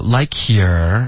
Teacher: 要注意儿化音不要发成 likeyou, you, 跟 your 发音区别很大